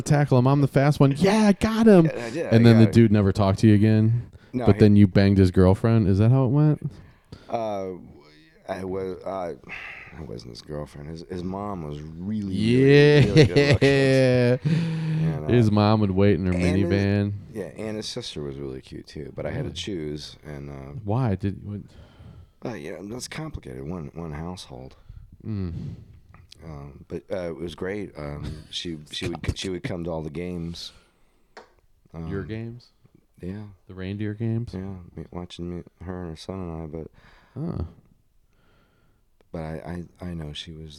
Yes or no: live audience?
no